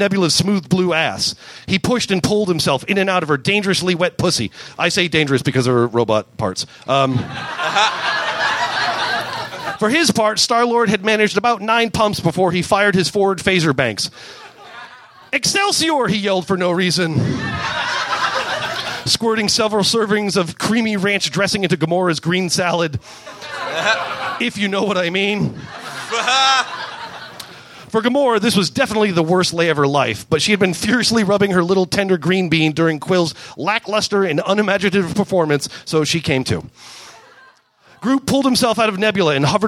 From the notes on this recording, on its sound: Recorded live at the Rendezvous in Seattle